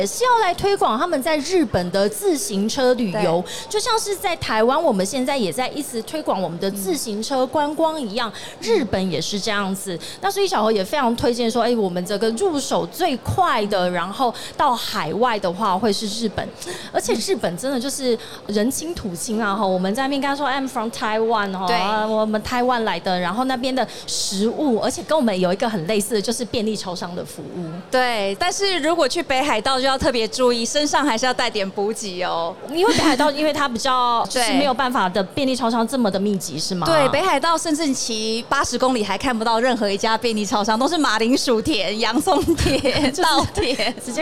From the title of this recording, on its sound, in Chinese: 2022 Taipei Cycle台北國際自行車展-Live Podcast